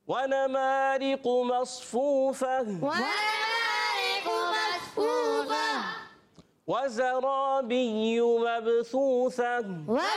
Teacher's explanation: ادغام کہتے ہیں ملانے کو، یہاں تنوین کے بعد واو ہے، ادغام کا قاعدہ ہوگا